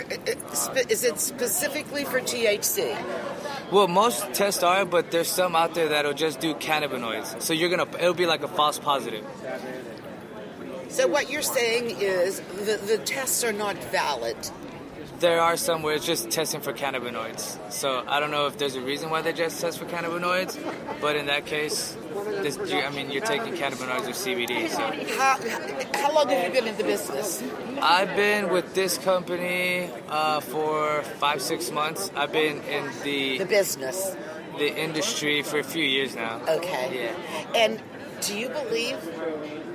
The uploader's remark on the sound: HIA 25th Conference. We set up a table in the Vape Lounge outside ( yes people the Hilton rocks) and had a blast.